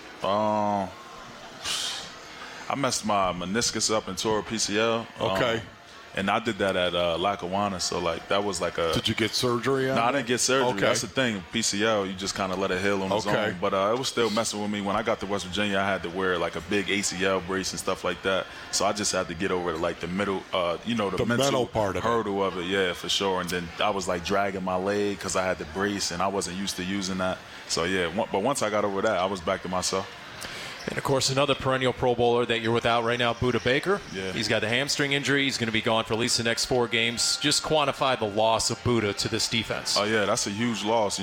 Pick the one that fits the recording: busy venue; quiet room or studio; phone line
busy venue